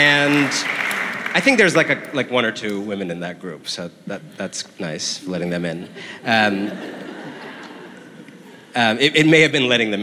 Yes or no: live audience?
yes